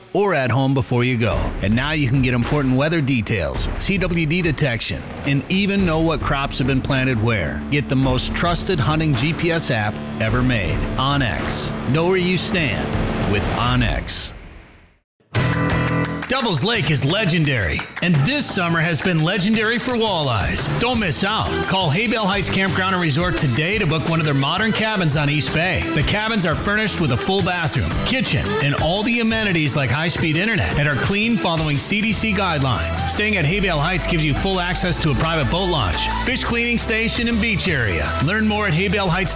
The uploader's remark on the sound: joined us at the AGLOW conference in Bemidji